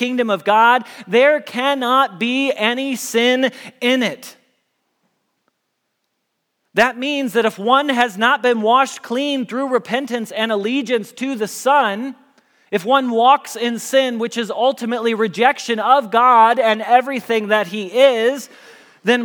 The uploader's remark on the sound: Message Preached at Valley Creek Church